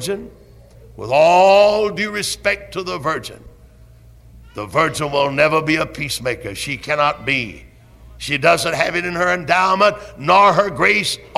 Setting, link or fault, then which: setting, large echoing room